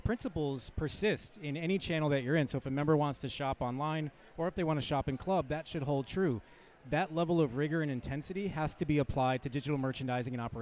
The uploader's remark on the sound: Live From eTail